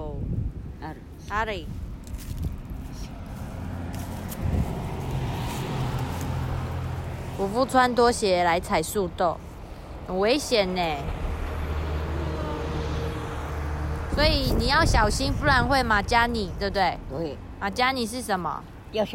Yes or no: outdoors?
yes